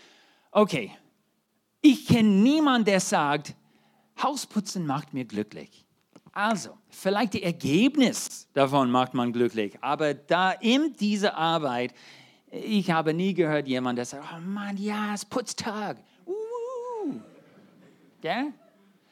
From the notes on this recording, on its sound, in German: 2023 in der Gemeinde Kaleo Schopfheim aufgenommen.